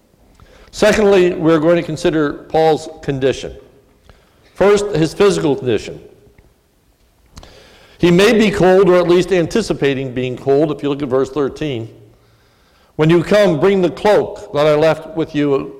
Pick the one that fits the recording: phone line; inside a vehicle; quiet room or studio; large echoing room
large echoing room